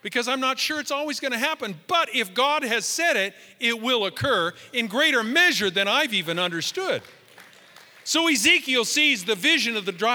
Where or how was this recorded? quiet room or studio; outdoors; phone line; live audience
live audience